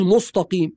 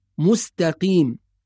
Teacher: طبعا كلمة صراط أخذناها في سورة الفاتحة، وكلمة مستقيم، وقلنا نحافظ على ترقيق السين والتاء · Shown in: second take